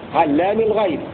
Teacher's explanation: هكذا يقرأ حمزة الكسائي بتشديد اللام وألف بعدها وخفض الميم